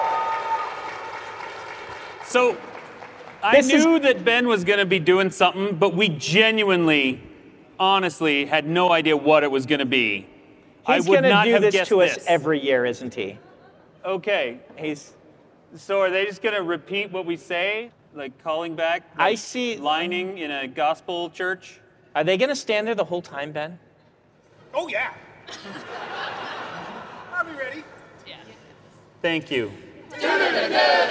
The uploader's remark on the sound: Live Q&A at Dragonsteel 2023!